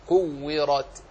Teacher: الراء ها هنا مفخمة، كورت تفخيمها لأنها مفتوحة. ورقق الراء إذا ما كسرت مفهومها أنها في حال فتحها تفخم، كورت نفخمها.